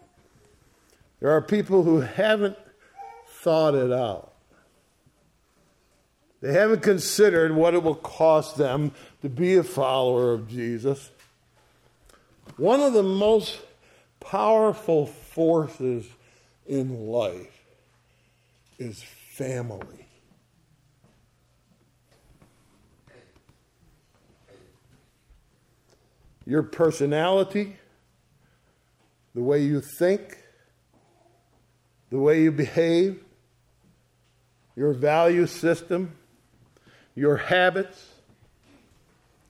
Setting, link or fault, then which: setting, large echoing room